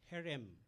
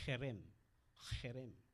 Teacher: in the Eastern Europe, they say it with the guttural sound, with the nose · Shown in: second take · they say cherem, cherem.